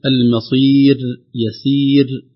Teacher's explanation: الراء مرققة عند الوقف عليها بسبب وجود الياء المادية قبلها